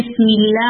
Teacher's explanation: بسم اللہ میں جو لام ہے اس کو لائٹ بولنا ہے